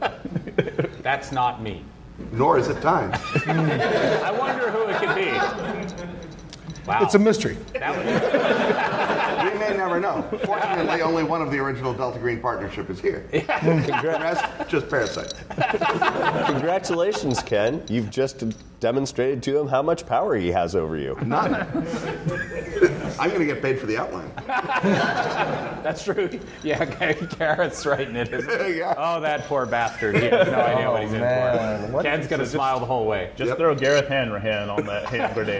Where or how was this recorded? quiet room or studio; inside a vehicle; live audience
live audience